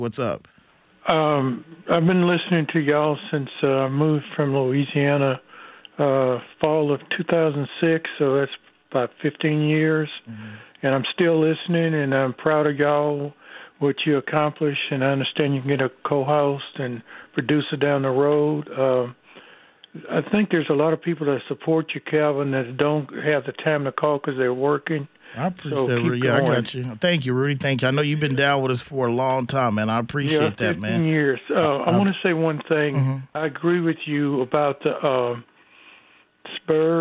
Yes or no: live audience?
no